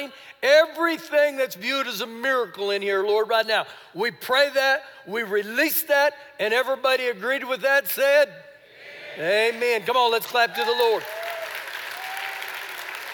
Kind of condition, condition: setting, live audience